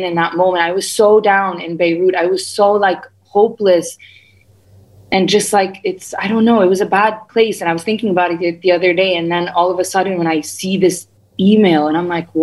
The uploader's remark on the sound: over zoom